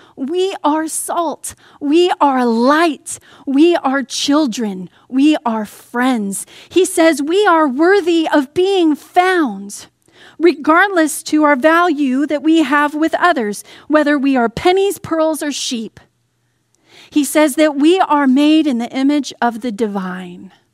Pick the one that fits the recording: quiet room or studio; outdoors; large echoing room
large echoing room